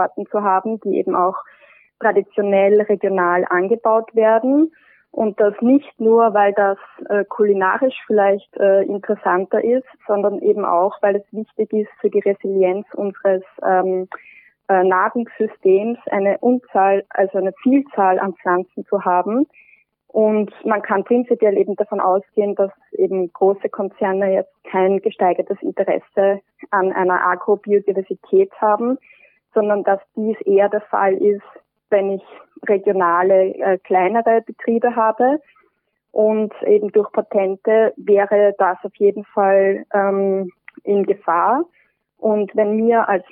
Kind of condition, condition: link, phone line